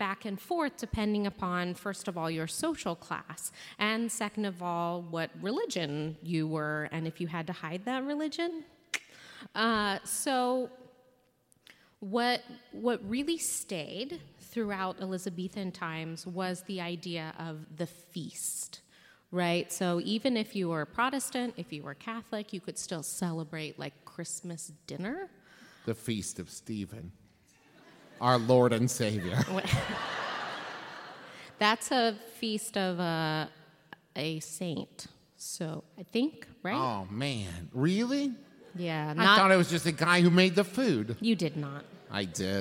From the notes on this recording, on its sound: LIVE episode recorded at Candlenights 2017